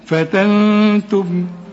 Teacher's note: النون بدون تشكيل بعدها التاء، التاء من حروف الإخفاء اوعى تنسى الغنة